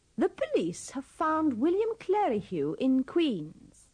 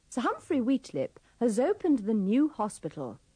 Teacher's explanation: the V of have is pronounced with the sound of the V in advert, and the S in has is pronounced with the sound of the Z at the beginning of zoo. · Shown in: second take · Sir Humphrey Wheatlip has opened the new hospital.